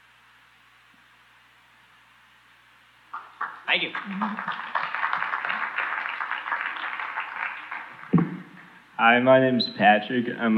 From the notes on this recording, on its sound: Music Biz 101 & More goes live in front of William Paterson University students in spring, 2019. There is screaming and hysterical laughter.